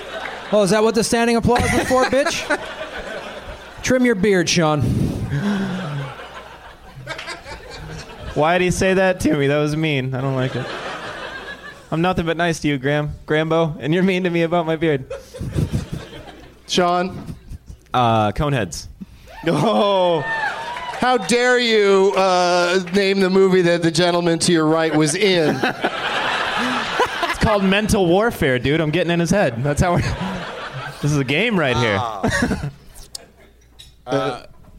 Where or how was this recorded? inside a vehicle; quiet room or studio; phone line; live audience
live audience